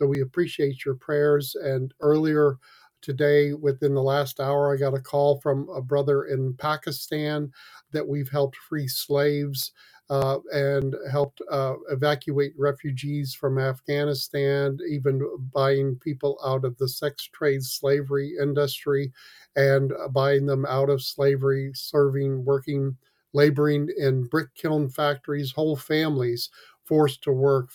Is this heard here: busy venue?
no